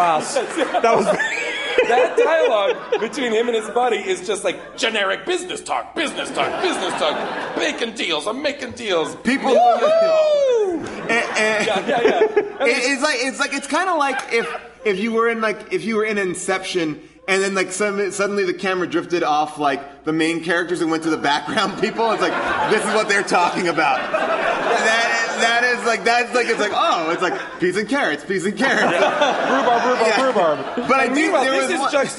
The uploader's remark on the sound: recorded live at the Largo theater in Los Angeles